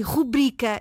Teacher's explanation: Nós só temos em português a palavra rubrica sem qualquer acento no U e o seu acento tónico está na sílaba bri